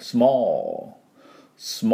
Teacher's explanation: small って言いながらおーって伸ばして最後は l で終わる